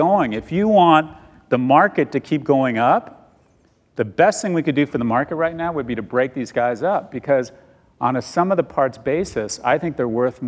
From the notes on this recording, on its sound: Recorded live on September 9, 2019 at Code Commerce in New York City.